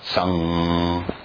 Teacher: Now the G is not really pronounced. It's like a nasal.